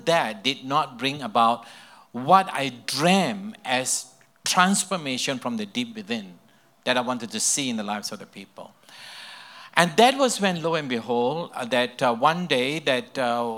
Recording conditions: live audience